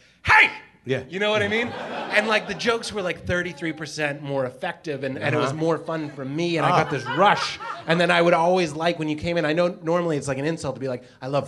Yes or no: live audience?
yes